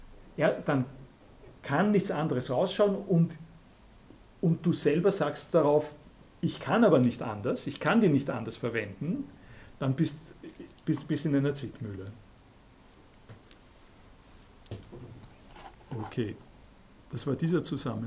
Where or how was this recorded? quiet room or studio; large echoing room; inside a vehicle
large echoing room